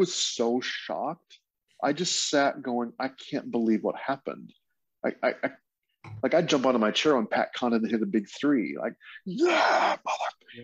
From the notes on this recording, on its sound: jump onto a Zoom call